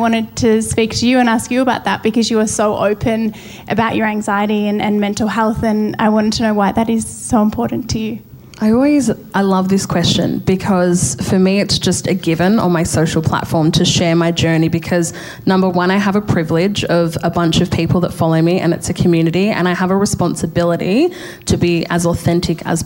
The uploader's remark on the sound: Our first KIC POD LIVE. KIC Pod's first ever live recording.